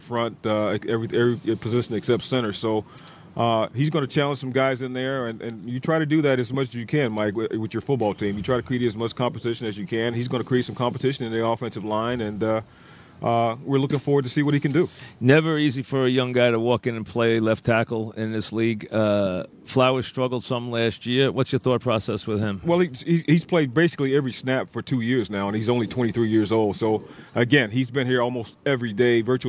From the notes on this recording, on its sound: live from giant camp